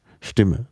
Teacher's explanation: Das ist eine Lautkombination. Das ist Sch und T. Das sind zwei Laute, die halt einfach nur zusammenstehen.